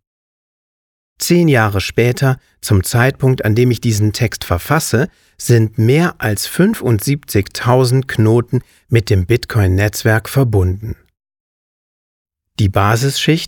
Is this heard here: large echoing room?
no